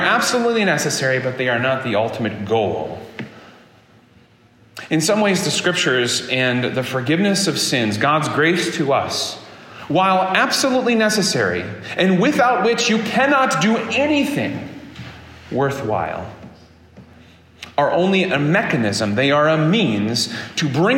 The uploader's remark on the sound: This sermon was preached at Prince of PEace Lutheran Church in Fairport, New York on August 20, 2023.